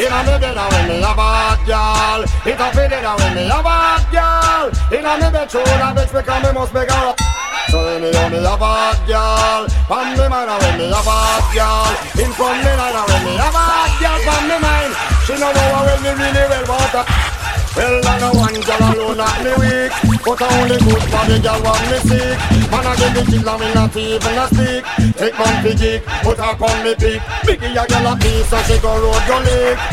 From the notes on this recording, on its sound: Live From Likkle Shop - Brooklyn, NY. Live DJ set from Likkle Jamaican Dumpling House in Brooklyn!